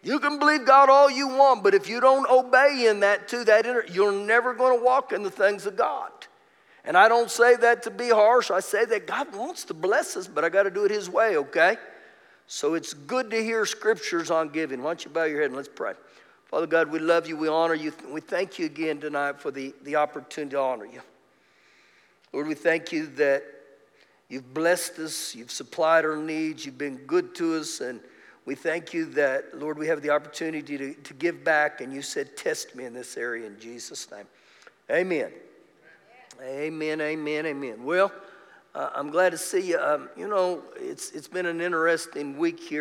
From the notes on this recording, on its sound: Recorded live during our Wednesday night service